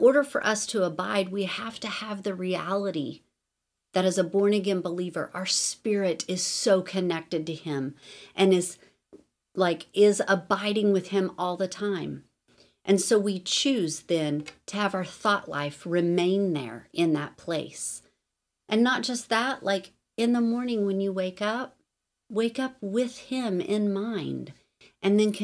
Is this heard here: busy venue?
no